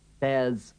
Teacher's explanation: cuando aplicamos la contracción, la R no se oye